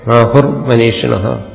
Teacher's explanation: വിസർഗമാണ് ര ആയിട്ട് മാറുന്നു